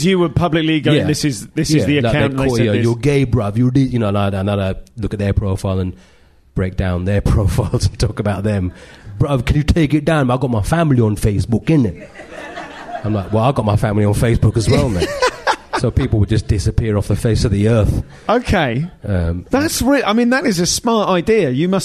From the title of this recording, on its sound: Live at Soho